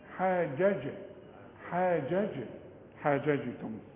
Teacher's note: الجيم الأولى لا تقلقل، الجيم الثانية لازم تقلقل عليها السكون، وأي جيم عليها سكون عليها ضم عليها فتحة تحتها كسرة تعطش.